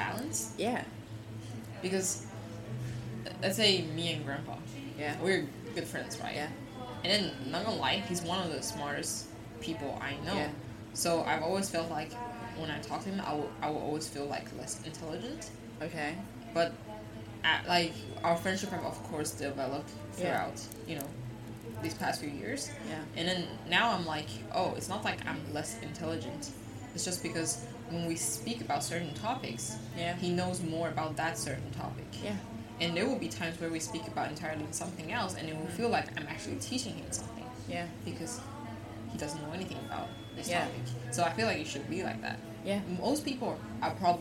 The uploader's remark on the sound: This time we tried spicing things up by recording in a café